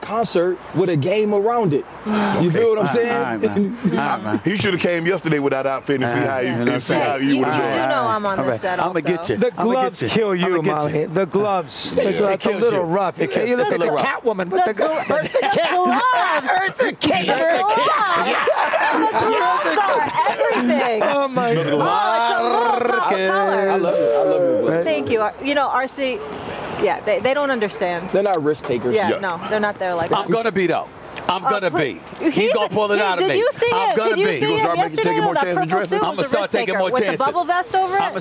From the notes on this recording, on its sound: Live From Las Vegas! Live from the Super Bowl in Las Vegas.